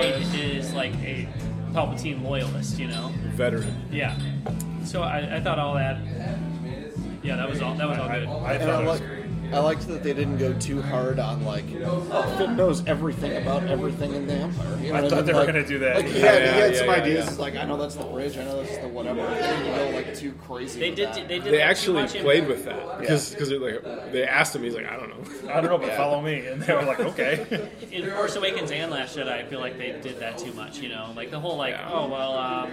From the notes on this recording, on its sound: terrible audio quality and terrible blues music pumped your way from a recording done at a local bar